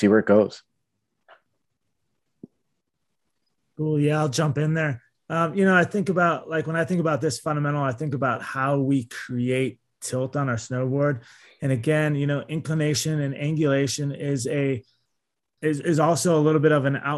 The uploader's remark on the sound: This audio comes from a recorded video session through Zoom and was not edited for content.